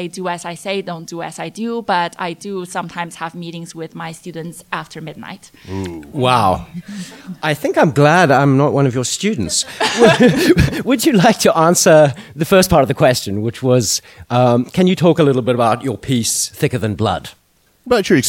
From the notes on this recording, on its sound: In a show taped at SupChina's NEXT China conference